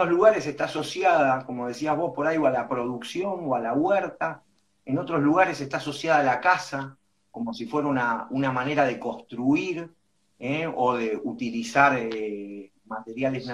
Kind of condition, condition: link, video call